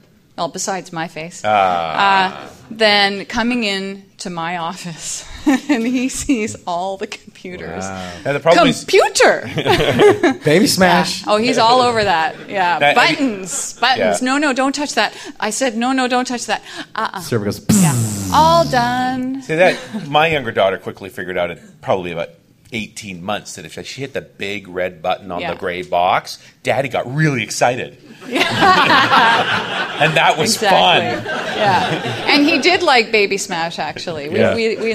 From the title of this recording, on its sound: Live in Dallas